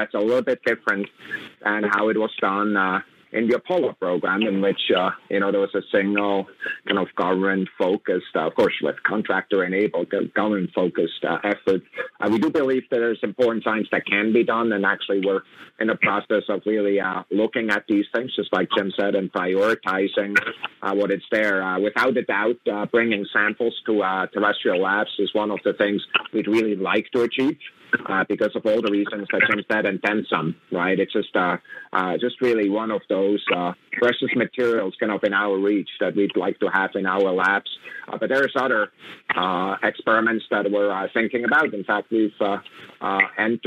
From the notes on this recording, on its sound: Today we have a teleconference from this past Monday where NASA discussed its early Artemis exploration plans.